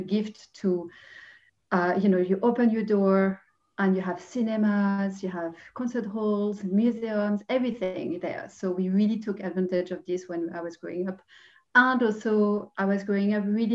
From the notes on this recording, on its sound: This interview was recorded on 22nd December 2020 via Zoom.